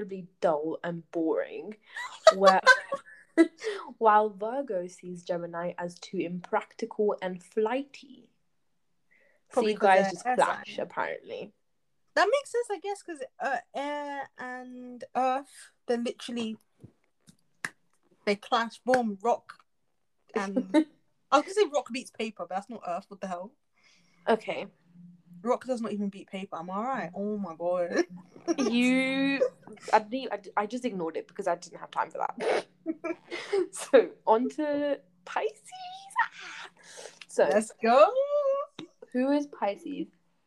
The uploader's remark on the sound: As always there is some technical difficulty so we apologise for any inconvenience caused.